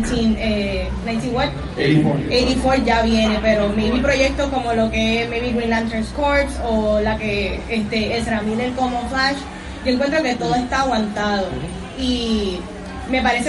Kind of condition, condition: setting, live audience